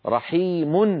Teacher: ميم مضمومة يتلوها نون لفظا لا خطا · Term: التنوين